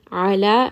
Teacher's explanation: ayn is going to be from the middle of the throat. Ala, 2-count med.